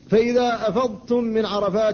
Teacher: فالضاد ساكنة قبل التاء، فلا بد من إظهارها لئلا تدغم فيها، لأن كثيرا من الناس يقول أفضتم فيدغمها فيها.